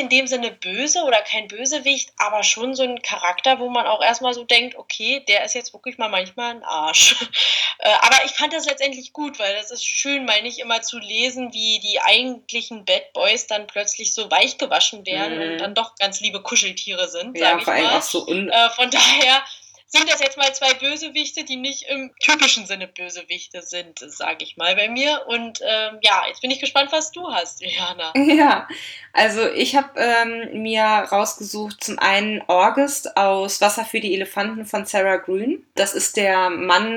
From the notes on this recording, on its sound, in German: Entschuldigt bitte, dass die Tonqualität leider nicht